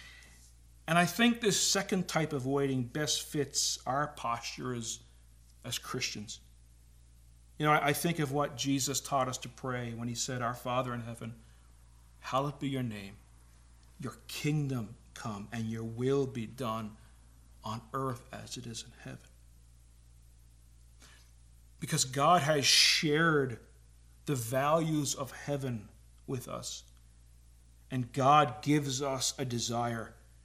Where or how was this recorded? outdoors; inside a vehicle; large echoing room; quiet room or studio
large echoing room